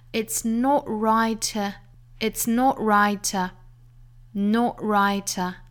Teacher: 前面有两处 t 的省读，一个是 not 尾部的 t，一个是 right 后面的 t